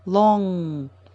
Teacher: Как будто вы произносите звук «но», но только он у вас как будто задерживается, и через нос подается звук. Long. Последняя буква G нечитаема. · Term: Носовой такой звук